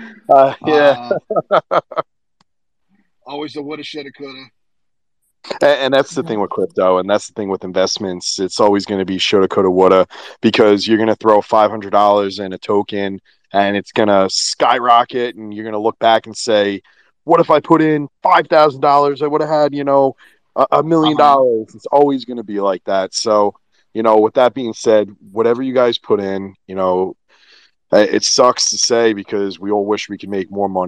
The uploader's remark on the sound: Affinity Sundown, recorded on Twitter Spaces, 4/6/22.